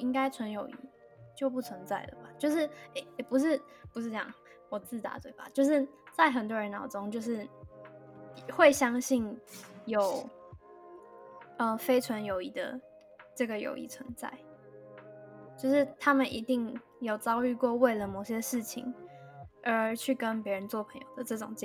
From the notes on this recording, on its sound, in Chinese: 音質很差